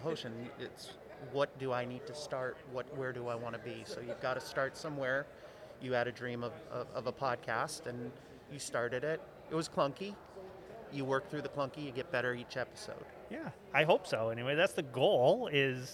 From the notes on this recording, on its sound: Recorded LIVE from the GBMP Northeast Lean Conference! Recorded LIVE from the GBMP Northeast Lean Conference!